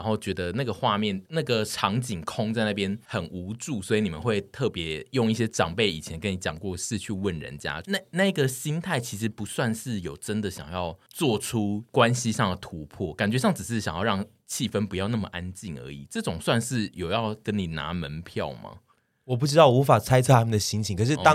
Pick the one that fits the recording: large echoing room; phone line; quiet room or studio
quiet room or studio